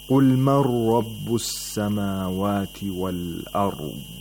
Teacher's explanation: we don't pronounce the Nun Sakina at all. Instead, the Nun merges into the next letter, which is Ra, and makes it Mushaddad. · Term: idgham of Nun Sakina